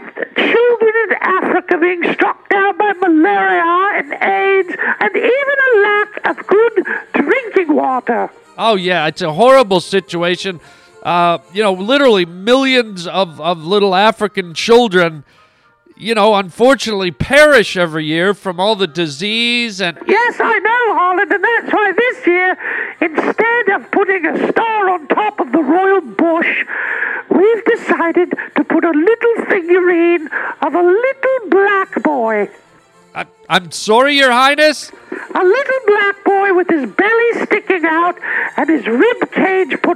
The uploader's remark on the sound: children's phone calls